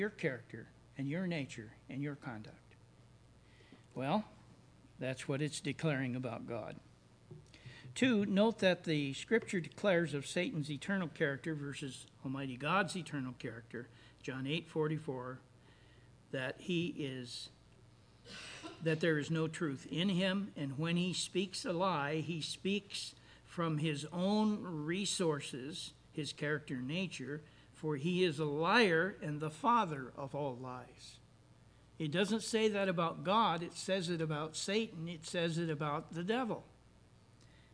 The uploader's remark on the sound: services recorded at Thornville Baptist Church